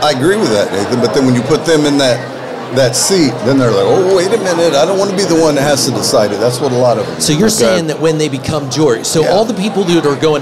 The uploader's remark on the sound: Live from the Lincoln Day